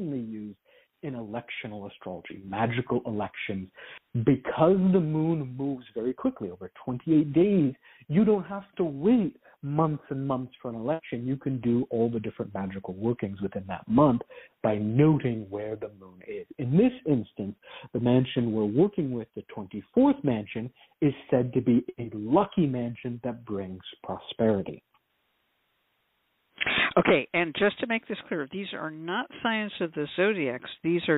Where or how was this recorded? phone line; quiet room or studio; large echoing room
phone line